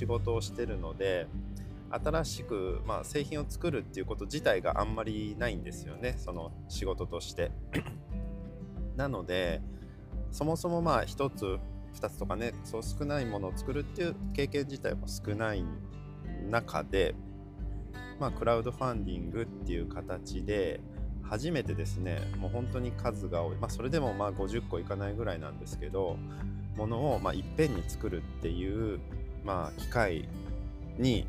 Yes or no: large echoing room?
no